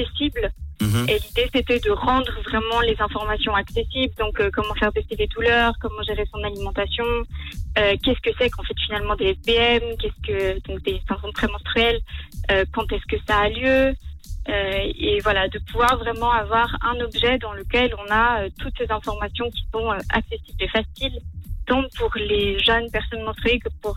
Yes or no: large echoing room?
no